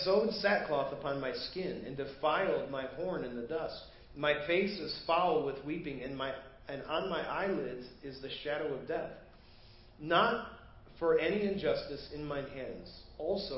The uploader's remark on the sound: Preached at First Baptist Church of Hazel Park